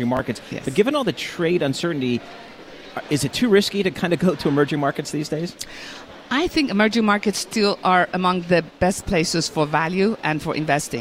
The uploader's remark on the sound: Broadcasting Live from the Bloomberg Invest New York conference.